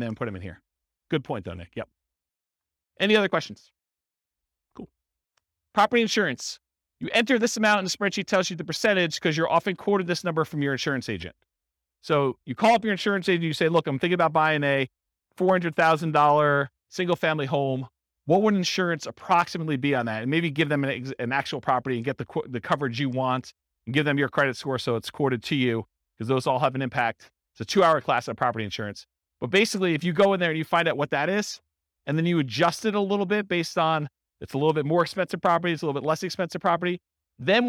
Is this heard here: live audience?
yes